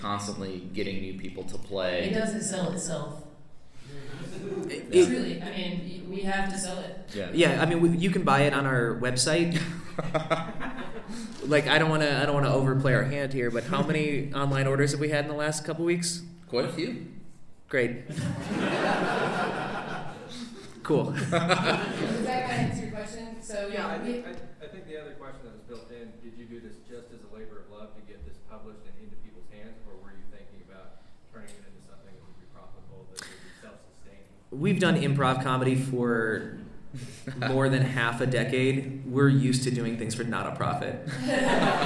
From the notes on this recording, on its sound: From the Denver Comic Con, here's audio from our panel. This was a really fun, well-received presentation that we were stoked to give out in Denver.